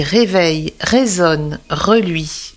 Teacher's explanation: C'est une lettre consonne, mais une consonne qui occupe tout l'espace de la bouche. Le R français moderne, dit grasseillé, se prononce du fond de la gorge, avec une légère friction.